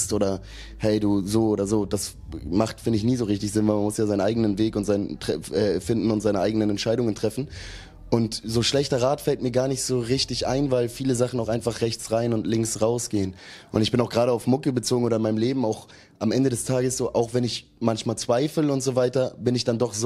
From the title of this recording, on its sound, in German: auf dem Tapefabrikfestival